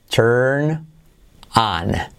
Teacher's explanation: la R letra clave que se come la vocal de delante, por lo tanto no hay una U, no es turn, sino turn, turn, ok, turn on.